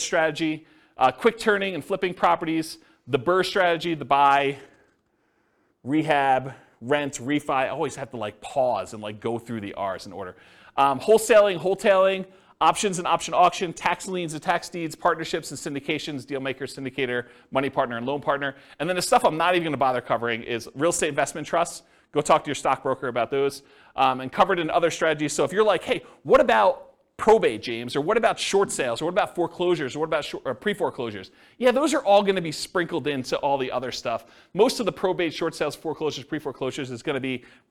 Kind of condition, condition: setting, live audience